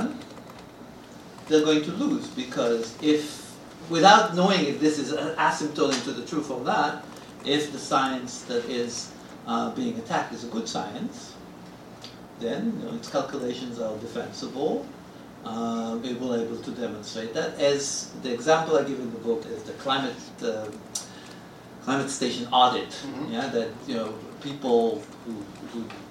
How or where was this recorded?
live audience